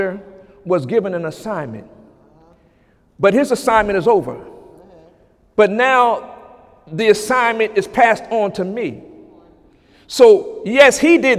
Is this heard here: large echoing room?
yes